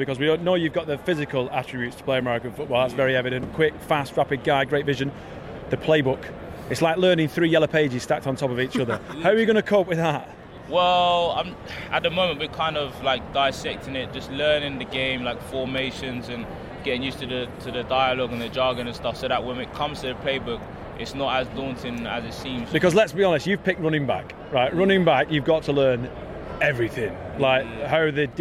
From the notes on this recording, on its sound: LIVE FROM ATLANTA WITH MANY MANY GUESTS. Walk Radio Row. Suck in the sights and sounds of the Super Bowl in Atlanta.